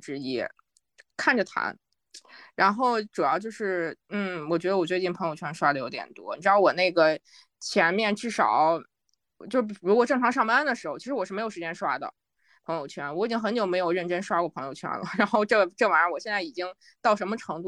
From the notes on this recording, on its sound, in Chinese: 又是线上录制的一期。我们又开始了新一轮的居家办公模式。